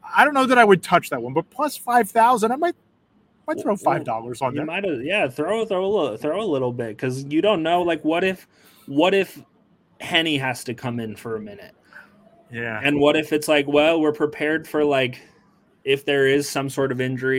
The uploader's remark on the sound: live from Arizona and radio row this week.